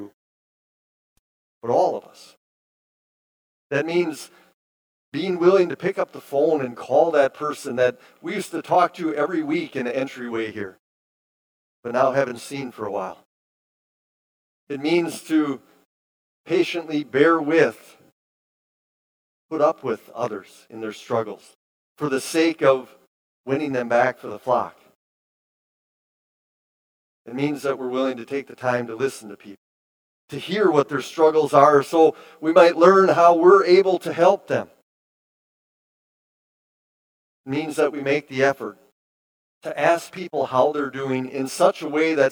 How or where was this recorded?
large echoing room